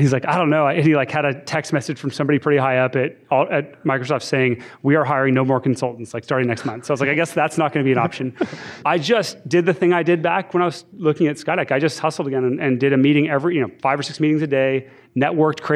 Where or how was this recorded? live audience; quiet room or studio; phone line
live audience